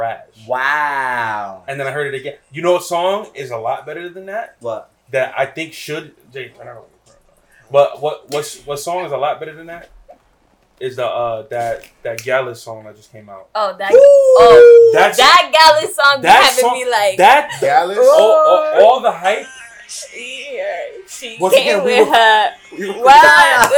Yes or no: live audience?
no